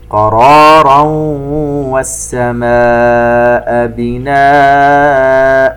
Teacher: تنوين وبعده حرف الواو، إدغام بغنة